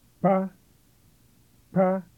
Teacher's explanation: This is a voiceless double closure